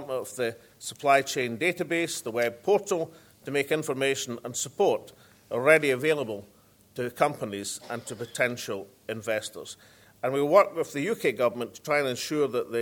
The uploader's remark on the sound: First Minister keynote speech - Scottish Offshore Wind and Supply Chain Conference in Aberdeen